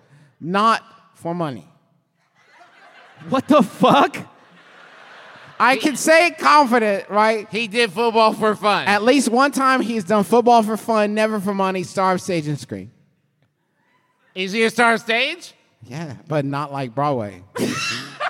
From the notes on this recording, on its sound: Live from the dreamy Carpenter Theater in Richmond, VA!